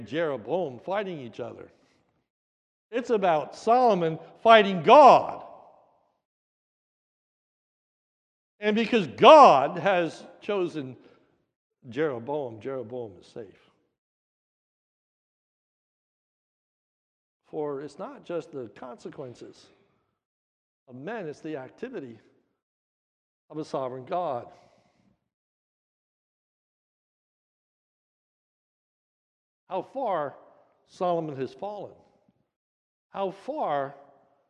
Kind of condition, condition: setting, large echoing room